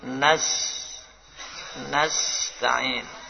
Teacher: Yang pertama hams, jadi harus mengalir nafasnya.